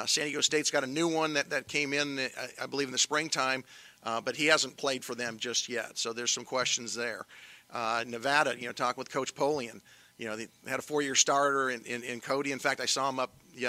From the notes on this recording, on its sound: Audio from the Preseason Press Conference held at Fresno State.